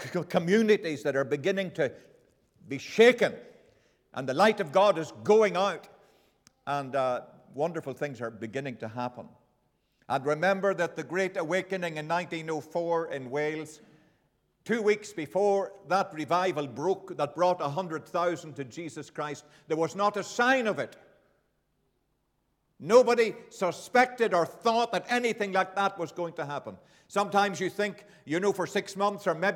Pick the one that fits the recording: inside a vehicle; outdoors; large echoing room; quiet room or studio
large echoing room